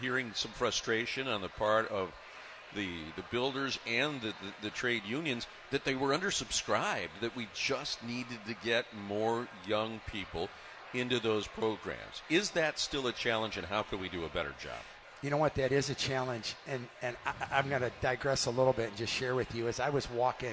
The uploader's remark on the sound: live from the Parade Company Pancake Breakfast